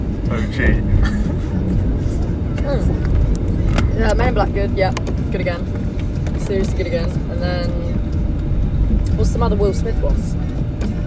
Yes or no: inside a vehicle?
yes